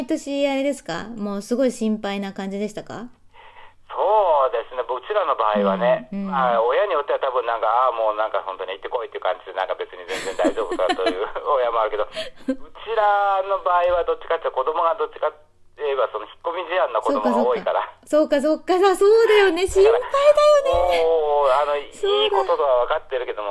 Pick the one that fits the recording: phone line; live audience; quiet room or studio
phone line